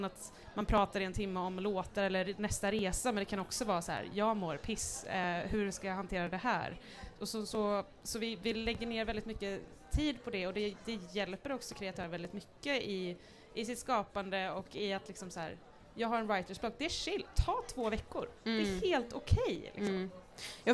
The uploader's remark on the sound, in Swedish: Livepodd från den 1/6 under Järvaveckan, hos Make Music Matter.